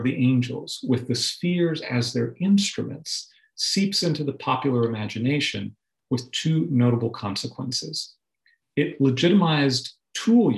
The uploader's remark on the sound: delivered as a Zoom webinar